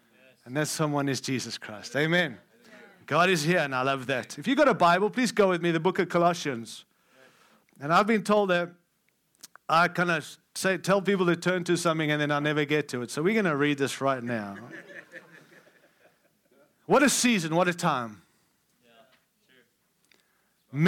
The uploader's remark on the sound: Following Jesus Conference – Friday Night – Session 1.